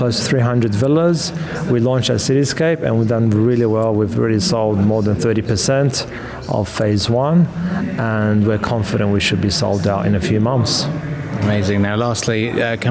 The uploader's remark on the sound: during the Sharjah Entrepreneurship Festival